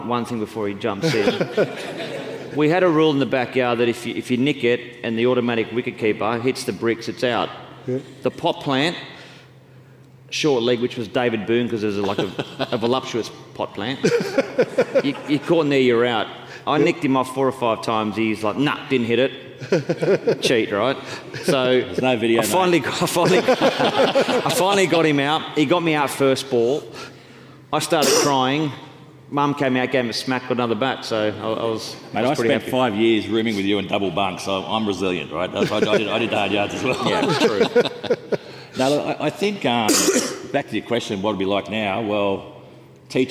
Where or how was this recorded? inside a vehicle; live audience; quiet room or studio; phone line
live audience